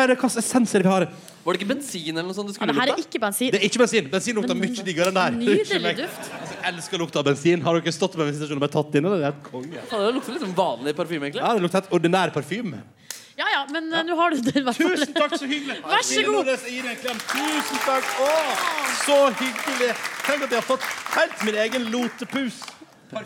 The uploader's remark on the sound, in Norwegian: Sesongavslutning med P3morgens Julefrokost live fra Cafeteateret på Grønland.